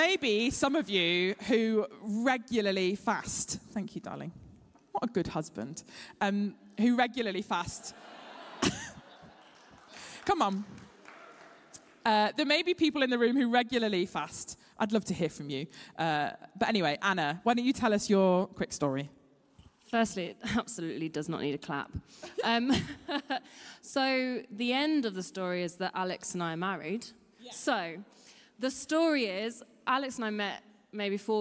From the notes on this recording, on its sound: Streamed live at St Paul's Shadwell on Sunday, 29 October 2023.